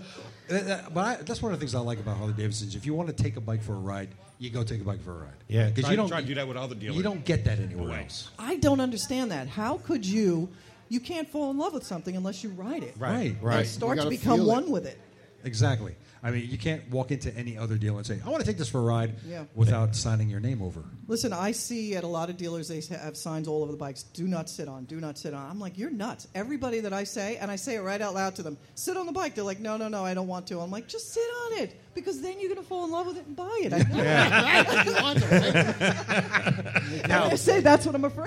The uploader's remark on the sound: Live from Bergen Harley Davidson.